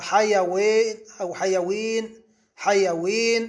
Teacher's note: هكذا تمال الالف نحو الياء، حيوين او حيوين حيوين، هيك قريبه من الياء. · Term: الإمالة